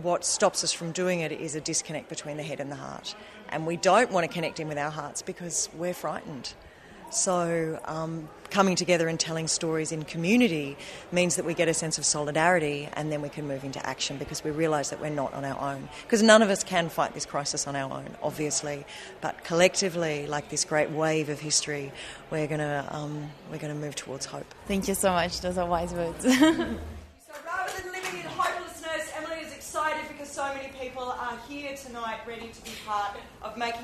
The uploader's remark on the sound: Recorded at SFL2020